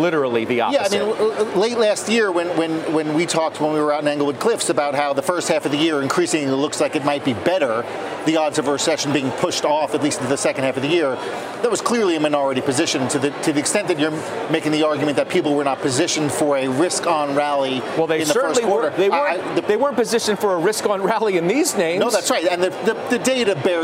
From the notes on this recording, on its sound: live from the New York Stock Exchange